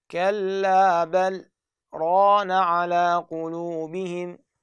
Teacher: حفص امتنع الادغام عند اللام والراء، ويجب انه تسكت هنا بمقدار حركتين · Term: السكتات